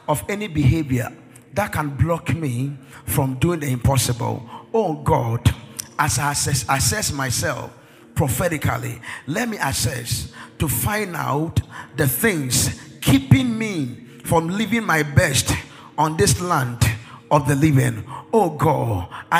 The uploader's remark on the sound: This message was preached by our Executive Pastor on the first Sunday of the month of February 2024 during our Sunday Executive Service .